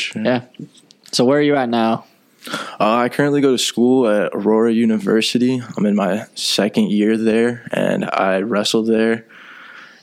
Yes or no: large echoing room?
no